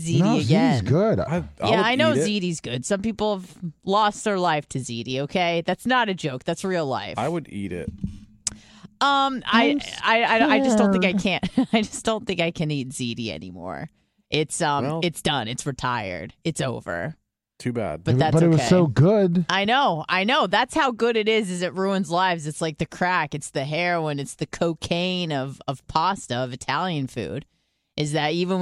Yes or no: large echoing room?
no